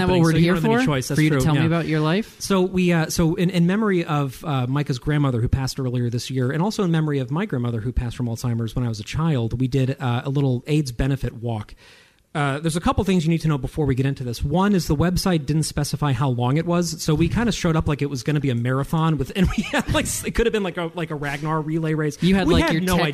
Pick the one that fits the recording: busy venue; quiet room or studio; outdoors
busy venue